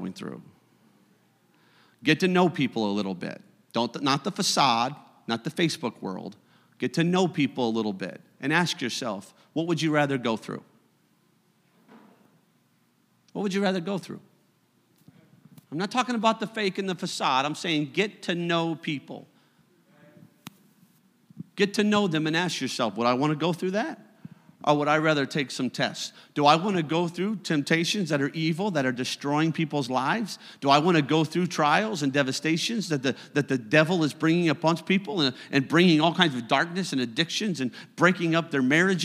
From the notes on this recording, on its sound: You are listening to a service recording from Connect Point UPC!